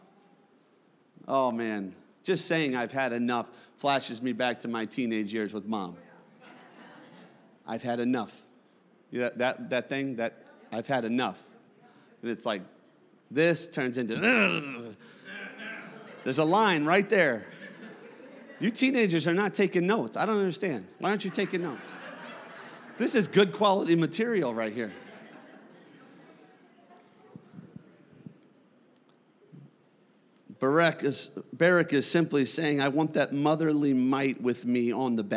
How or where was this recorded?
large echoing room